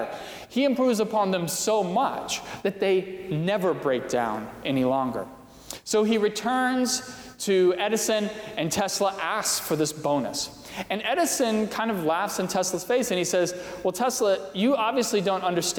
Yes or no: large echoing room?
yes